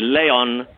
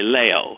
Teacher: the N disappears. It's dropped. · Shown in: second take